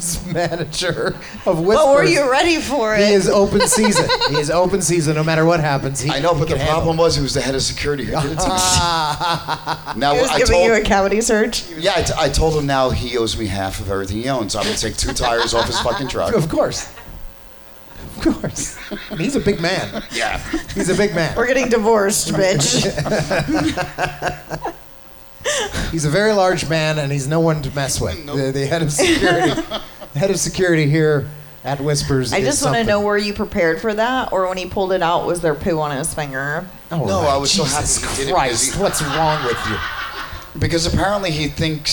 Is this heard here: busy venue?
yes